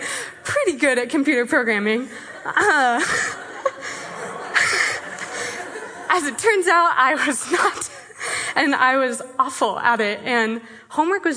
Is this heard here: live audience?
yes